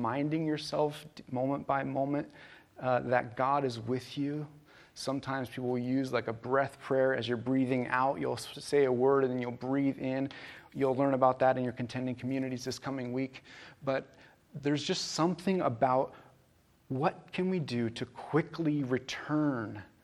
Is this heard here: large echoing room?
yes